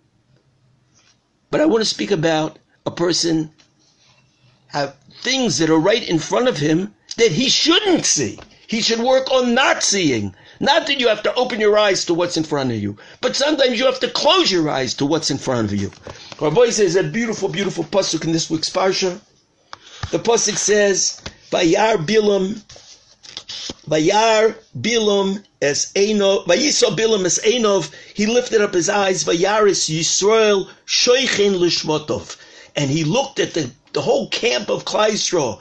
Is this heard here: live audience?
no